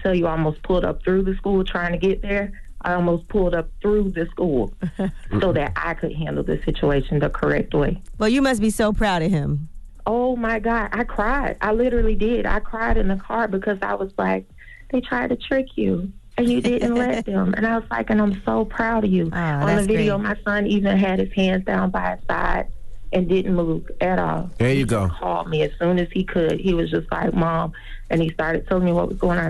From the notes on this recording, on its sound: We opened up the phone lines to hear what our listeners thought about it?